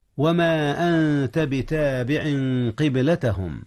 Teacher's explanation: أخفي النون قبل التاء، والتاء من حروف الإخفاء